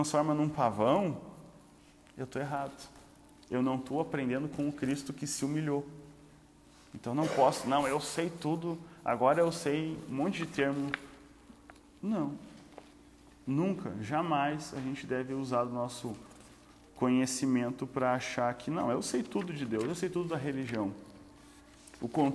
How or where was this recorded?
live audience